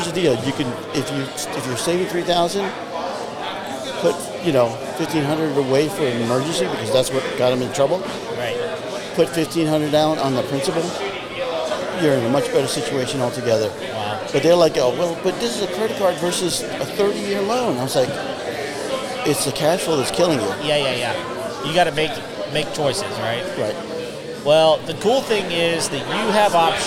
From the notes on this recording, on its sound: We are live at the Net networking event in Conroe, TX. We are here at Moco Food Hall, and it's an awesome place with a coffee shop, burger place, cajun place, and an asian place - all air conditioned and out of the rain.